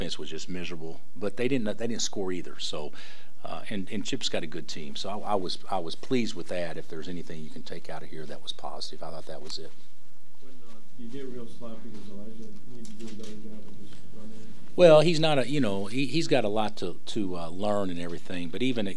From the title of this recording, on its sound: Press Conferences & Post-Game Interviews